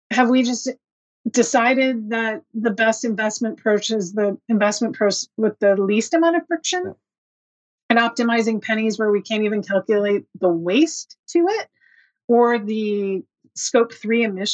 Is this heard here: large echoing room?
no